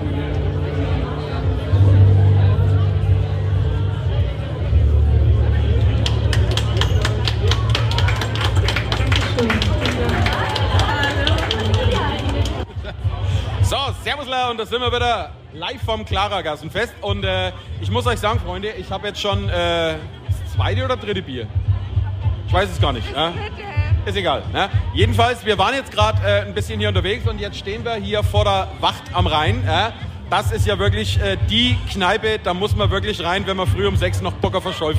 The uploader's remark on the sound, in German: Live vom Nürnberger Klaragassenfest! Wir waren für euch vor Ort und haben es krachen lassen…